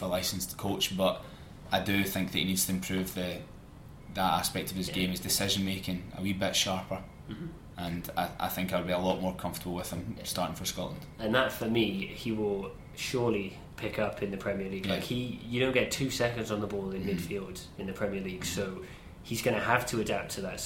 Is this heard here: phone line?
no